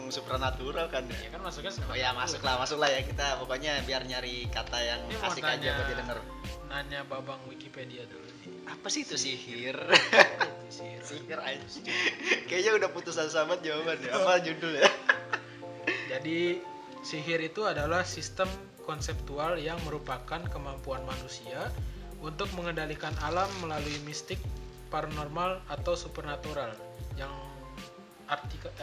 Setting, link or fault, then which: fault, background noise